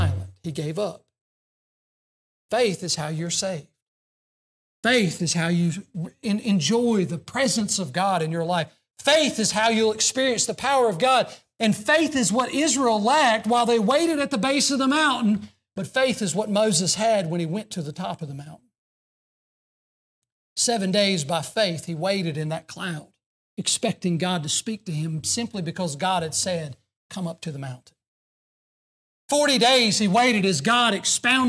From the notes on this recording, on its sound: during the Sunday morning service on February 18, 2024, at Southside Baptist Church in Mount Airy, NC.